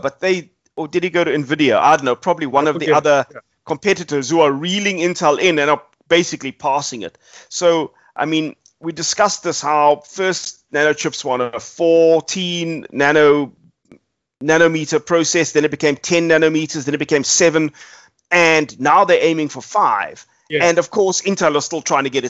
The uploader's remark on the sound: Recorded via Skype